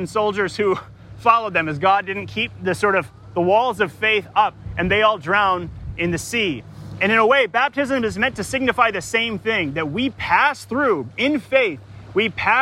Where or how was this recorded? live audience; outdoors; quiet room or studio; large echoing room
outdoors